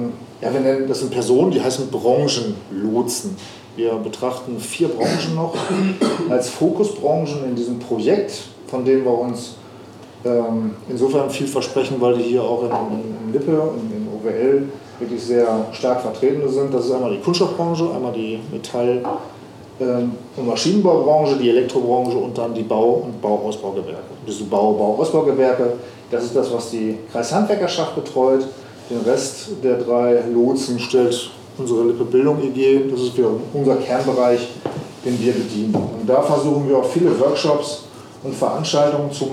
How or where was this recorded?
busy venue